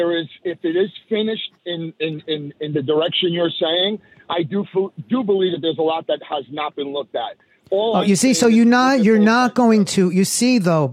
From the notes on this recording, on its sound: called into my SiriusXM show